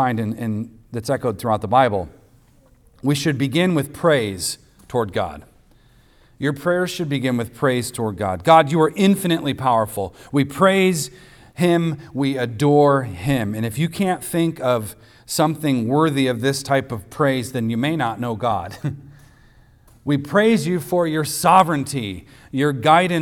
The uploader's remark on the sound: recorded on Sunday, August 27th, 2023, at the weekly worship gathering of Cross & Crown Church